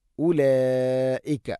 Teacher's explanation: ഉലായിക മദ്ദ് മുത്തസിൽ. ഉലായിക നിർബന്ധമായിട്ടും നാലോ അഞ്ചോ ഹർക്കത്തിൻ്റെ ഖദർ നീട്ടണം.